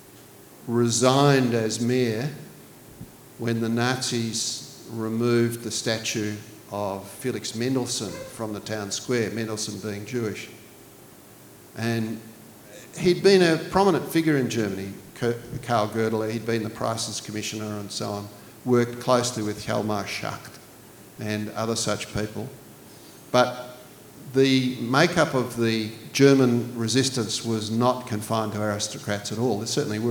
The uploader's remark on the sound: This recording is from Northern Books' 'Books at the Brewery' series.